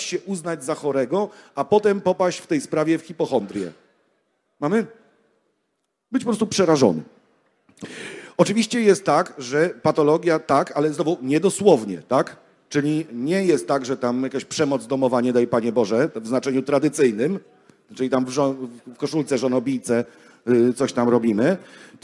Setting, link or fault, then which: setting, live audience